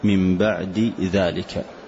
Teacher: فإذا تحرك الأول والثاني أيضا تحرك فإنه يسمى متقاربين كبيرين، كما في قوله سبحانه من بعد ذلك، فالدال والذاء مخرجهما متقارب والصفة مختلفة، فالدال من حروف القلقلة مثلا والذاء من حروف الإذلاق، فهنا يسمى متقاربين كبيرين.